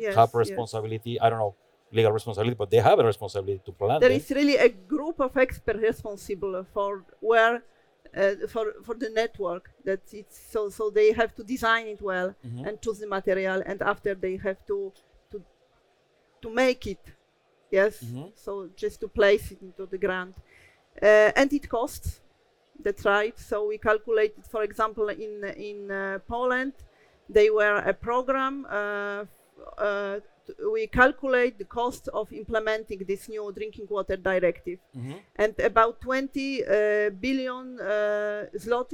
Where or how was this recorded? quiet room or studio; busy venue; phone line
busy venue